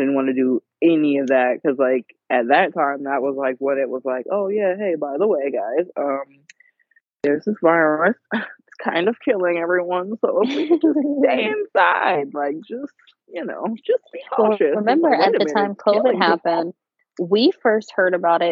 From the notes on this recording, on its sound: Today you get to sit on the phone. We got to squeeze in some FaceTime.